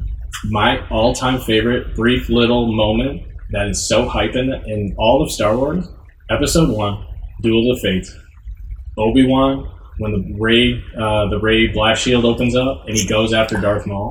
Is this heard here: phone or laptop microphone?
yes